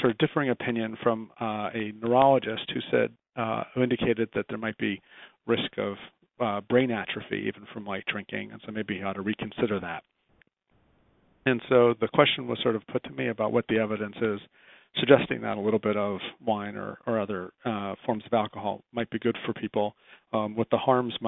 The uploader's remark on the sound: July 2010 Author in the Room® Teleconference